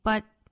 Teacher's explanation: The life 第二句话下面回答 I'm not sure 这里 not 音音的读成松元音的 O Not 当然美音开口都会更大更松弛啊 Not 就像原声发音呢是美音 I'm not sure not 被 put it 憋掉 I'm not sure 后面 but I do know 我们这样模仿原声是在 but 的后面憋掉了一个声音 but 舌尖呢去找上齿龈去摆 t 的舌位但是不弹下来